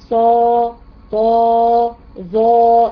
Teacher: لساني مستعلي، مستعلي بس لا، ده مستعلي مطبق، لساني ملصق في سقف الايه الحنك